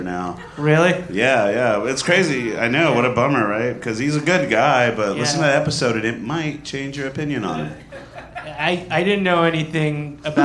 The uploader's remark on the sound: Live at Spiderhouse Ballroom.